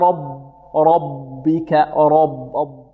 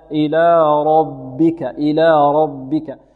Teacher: نفخم الراء ونرقق الباء، إلى ربك · Shown in: second take